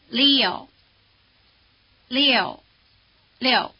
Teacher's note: One way to sneak up on it is to say li-yo, as in Leo the lion, then shift the stress over onto the O, Leo, and then speed it up and say it as one syllable with only a trace of the E sound